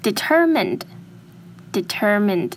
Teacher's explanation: Harris OK 再来要注意的字是 Determined Determined 记得是 determined 不是 determined OK 因为它虽然后面是 M-I-N-E 但是它是念 min 哦不是念 mine